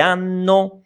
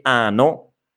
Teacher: attenzione a questa doppia N che è fondamentale perché se non dite hanno, dite ano, che è, è un'altra cosa, ok?